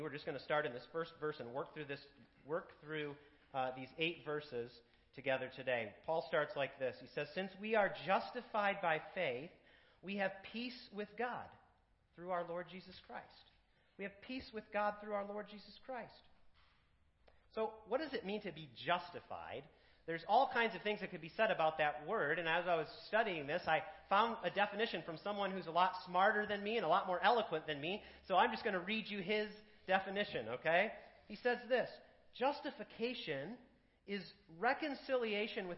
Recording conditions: large echoing room